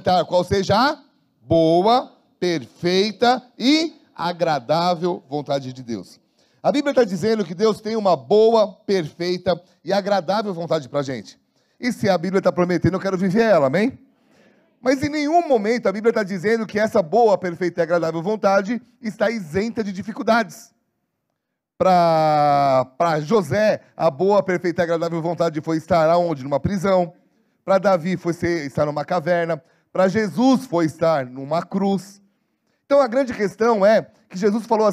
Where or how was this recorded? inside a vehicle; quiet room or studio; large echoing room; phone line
large echoing room